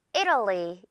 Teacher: 이탈리가 아니라 를 이렇게 이 TAL 부분이 약화가 된다고 보면 돼요